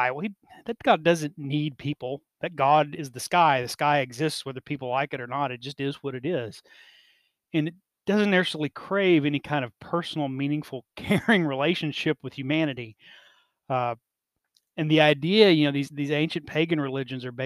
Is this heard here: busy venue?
no